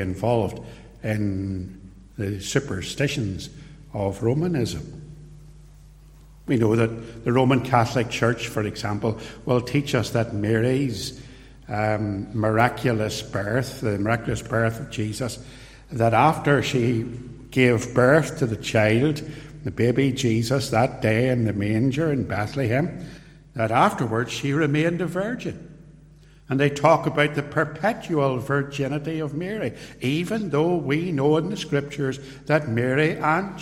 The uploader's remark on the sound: This sermon was preached at Ballymacashon and at Templepatrick reformed Church and was recorded at TRC.